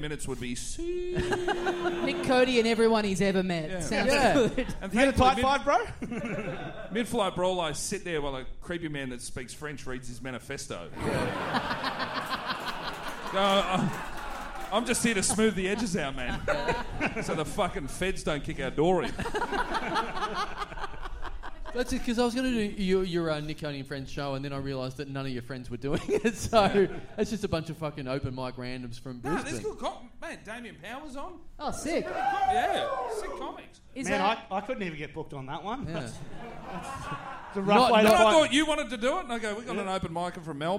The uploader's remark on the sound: We're back in Brisbane for another HUGE live show in a future condemned building!